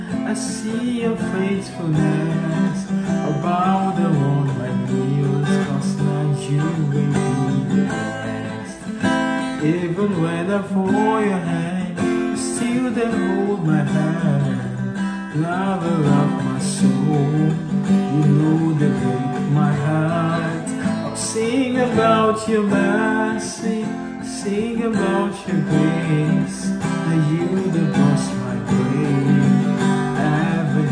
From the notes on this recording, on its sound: Video recorded via my Samsung Galaxy A12